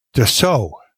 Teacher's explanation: You can't even hear the L, but definitely the T is silent